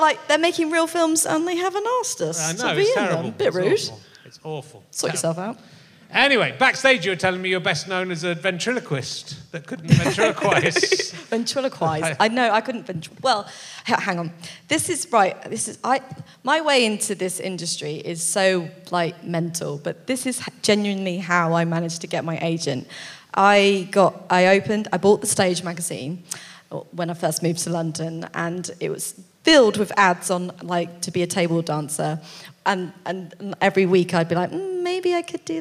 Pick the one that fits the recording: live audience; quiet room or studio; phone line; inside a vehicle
live audience